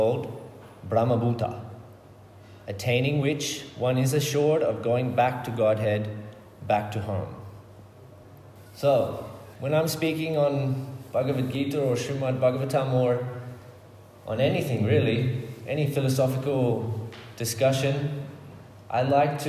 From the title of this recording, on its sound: Public lecture.